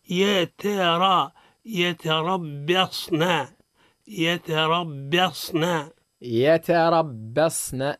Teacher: الباء مرققه وقعت بين مفخمين، الراء مفخمه والصاد مفخم